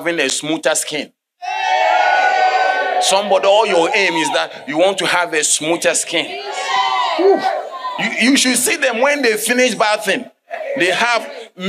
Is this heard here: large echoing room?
yes